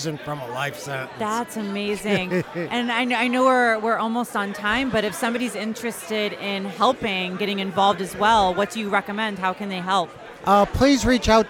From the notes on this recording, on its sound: Produced live at …’s Networking Event at the Electric Hotel in Chicago’s River North neighborhood. With the Electric Hotel brimming with excitement to hear from Keynote Speakers and network with like-minded people in the industry.